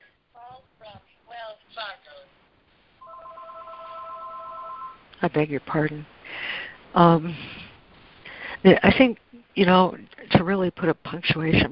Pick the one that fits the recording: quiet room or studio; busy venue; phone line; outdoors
phone line